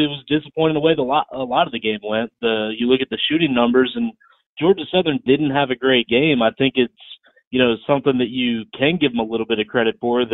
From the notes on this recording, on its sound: joined over the phone